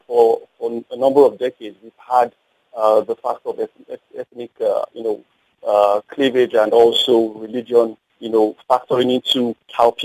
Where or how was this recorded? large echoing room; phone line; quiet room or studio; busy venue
phone line